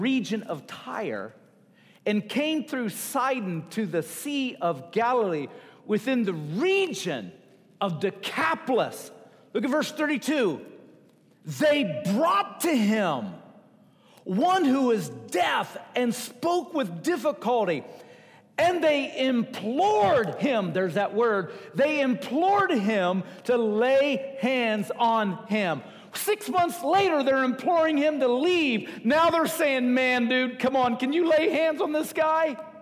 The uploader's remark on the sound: Recorded at Wellspring Church of the Nazarene, Evansville, IN.